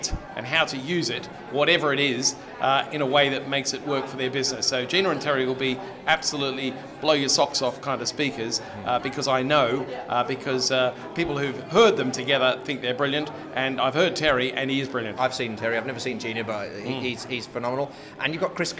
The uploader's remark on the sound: anybody else he found hanging around at the Spring Convention – Fusion Live